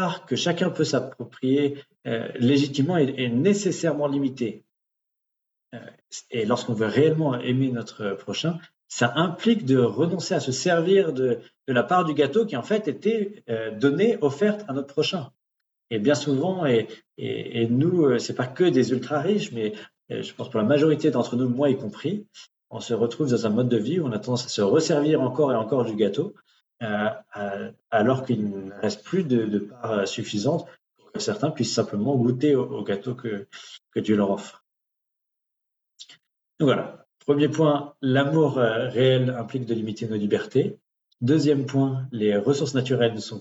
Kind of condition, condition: link, video call